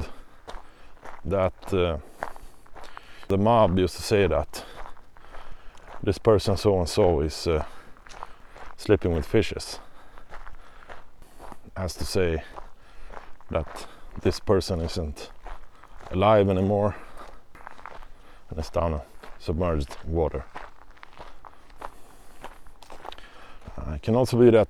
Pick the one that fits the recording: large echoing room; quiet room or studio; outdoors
outdoors